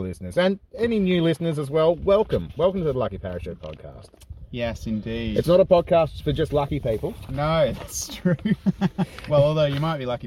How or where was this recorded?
inside a vehicle